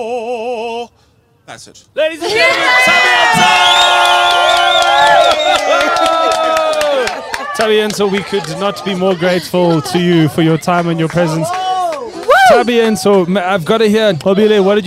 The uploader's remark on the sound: Live from the National School of the Arts.